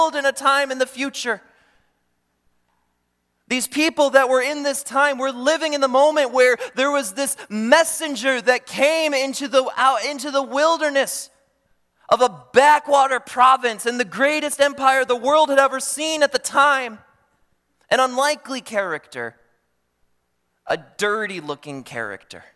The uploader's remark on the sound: during the Morning Worship Service on Sunday, August 27, 2023, at Calvary Baptist Church in Battle Creek, Michigan